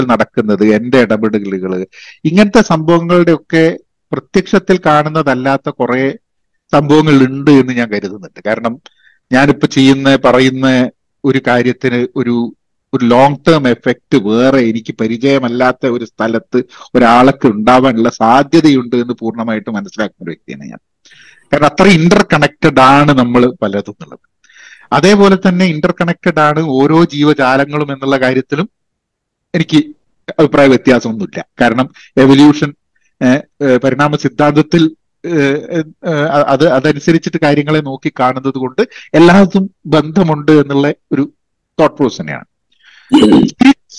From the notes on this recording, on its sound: I had a long Zoom call